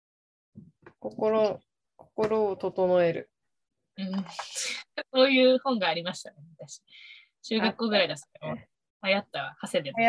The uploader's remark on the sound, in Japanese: 東京と富山でzoomにて収録。